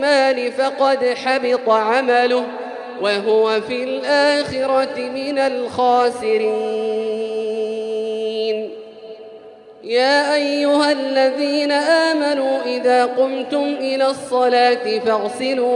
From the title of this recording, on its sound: 8th Ramadan 2020 Taraweeh Prayer in Masjid Al Haram, Makkah, Saudi Arabia